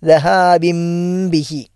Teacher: ആ ഇഖ്ലാബ് മാറ്റിമറിക്കണം, നൂനിനെ മീമാക്കി മാറ്റിമറിച്ചാണ് ഓതുന്നത്. അപ്പോൾ ദഹാബിംബിഹി എന്ന് നൂന് മാറ്റി മീമായി തന്നെ ഉച്ചരിക്കുക.